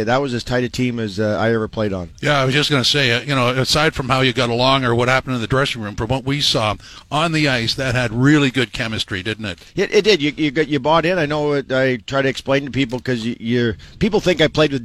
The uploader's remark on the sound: live from Princess Margaret's Road Hockey to Conquer Cancer